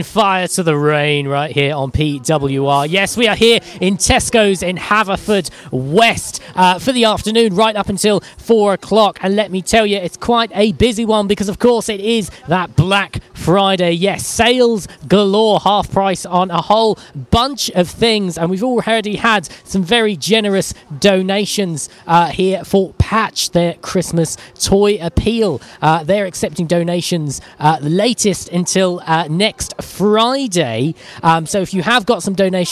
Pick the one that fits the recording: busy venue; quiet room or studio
busy venue